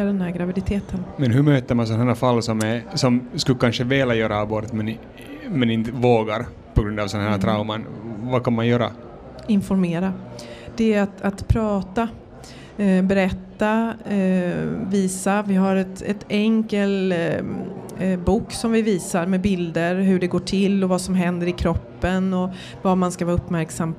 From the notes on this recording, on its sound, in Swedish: I det här poddavsnittet, som är bandat live på bokmässan i Göteborg.